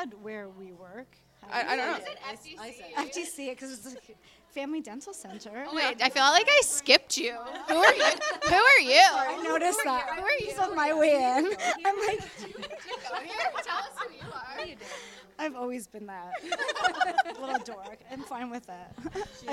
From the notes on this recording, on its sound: The amazing Trenton Memorial Hospital Foundation team invited the Babes of Quinte podcast to record "live" at the Boots and Bling Gala.